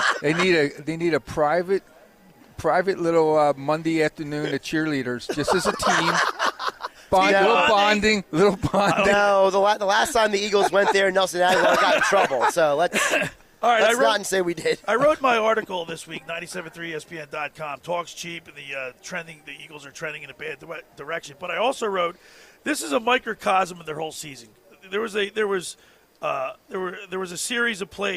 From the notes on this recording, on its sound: It's our last Live Broadcast at the Caesars Sports Book in Atlantic City.